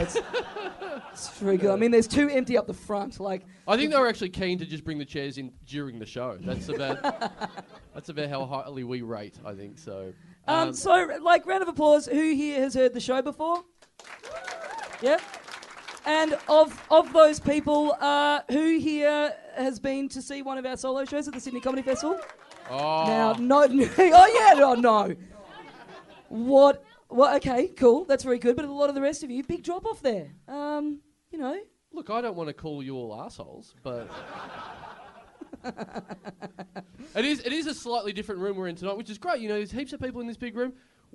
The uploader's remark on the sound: Recorded LIVE at the Sydney Comedy Festival, April 27, 2013.